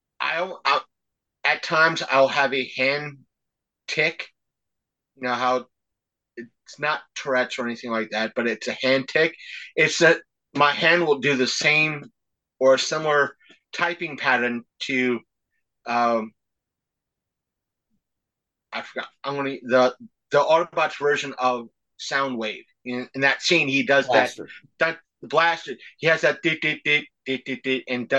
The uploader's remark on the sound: despite technical difficulties